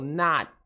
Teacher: Estou fazendo aqui o sinal do T, a posição do T, a intenção do T, mas eu não pronuncio o T. Então, eu falo not e não pronuncio.